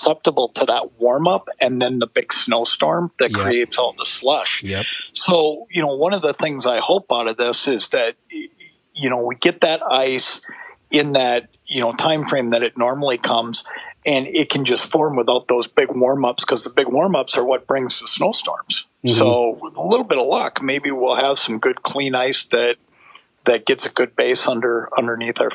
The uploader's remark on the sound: We are also joined in studio by guest host. Joins over the phone from quarantine jail.